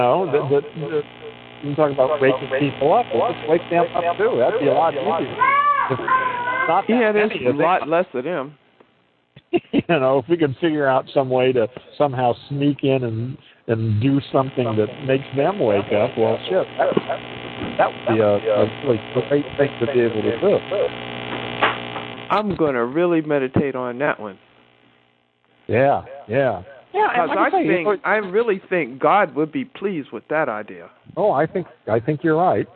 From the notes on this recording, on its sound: really bad audio